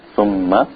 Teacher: Mima has the Wunna, the nasal sound. So if a person, if they have a cold, it's very hard to pronounce the meem from its correct makhraj, inshallah.